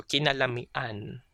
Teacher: because the mi here from la mi has a glottal catch at the end, so it has a glottal stop. So that's why we add the suffix an instead of han.